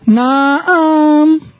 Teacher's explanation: Naam, in that, this is Dirgha Swarita and might be one beat of plain chanting, one beat of high chanting